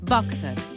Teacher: hem de pronunciar el terme boxer, amb O oberta i E neutra